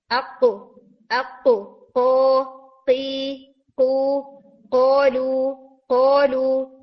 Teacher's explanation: Deep part of tongue ऊपर soft palate के साथ स्ट्रॉन्गली हिट करता है, अको अको को की को कोलू कोलू, तो जो हिट है वो अच्छा सा स्ट्रॉन्ग हिट है।